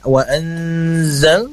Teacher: Terus berikutnya ada dengungan ya, wa anzal, ditahan terlebih dahulu.